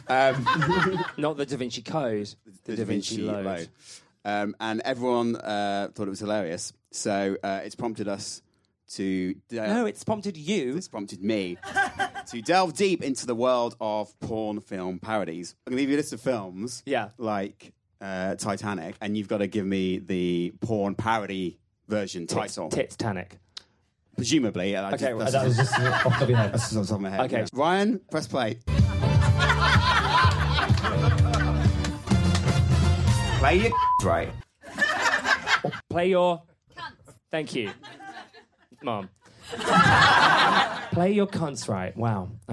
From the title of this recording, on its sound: Live in Edinburgh